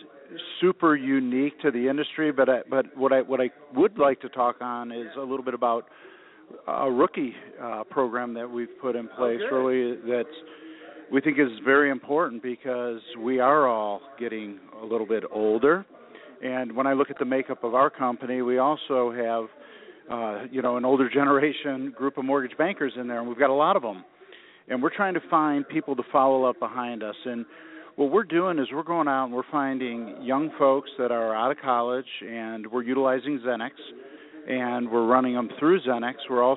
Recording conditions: busy venue